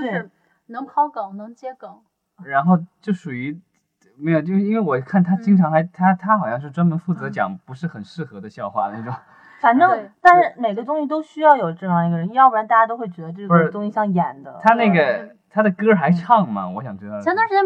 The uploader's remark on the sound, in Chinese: 本期节目因录制时遇到技术问题，音质略差。